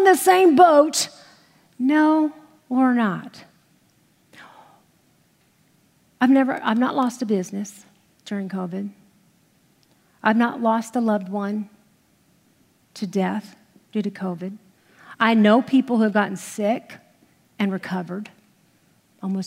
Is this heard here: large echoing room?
yes